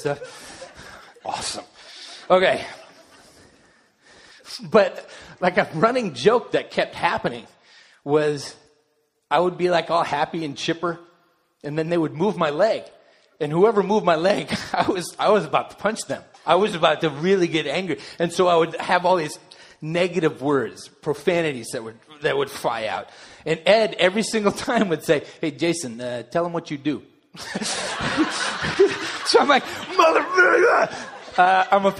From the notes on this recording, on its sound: delivered during the Contemporary Worship service